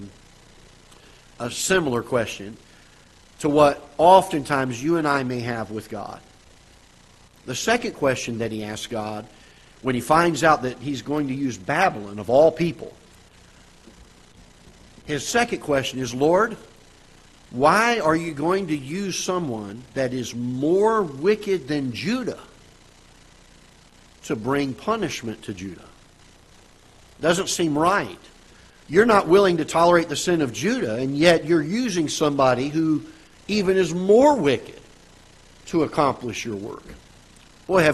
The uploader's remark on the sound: Ketha Heights Baptist Church ~ Live Broadcast